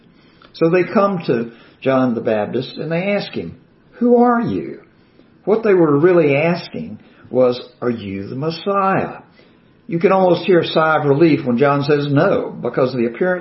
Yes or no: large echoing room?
yes